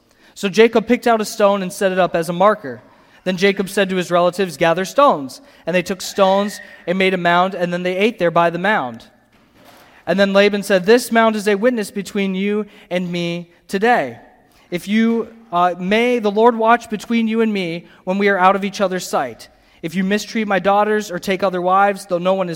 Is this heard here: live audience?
yes